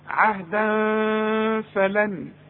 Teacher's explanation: طب وحوصل عند فتحتين وبعد الفتحتين ف والف من حروف الاخفاء، اخفي وغن